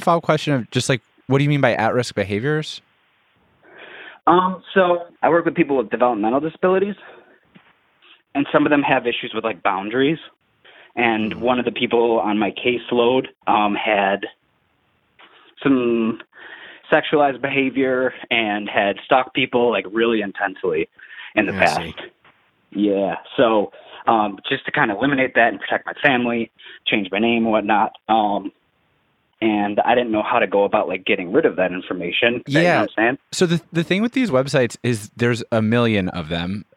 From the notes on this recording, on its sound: The Reply All Hotline. Open up the phone lines.